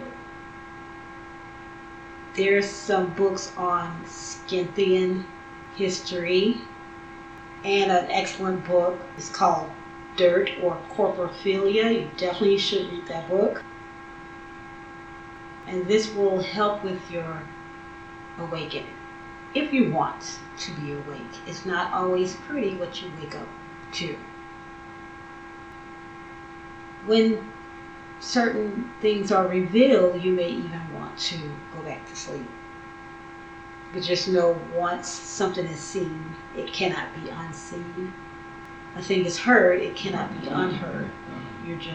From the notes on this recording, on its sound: Note on audio quality....meh.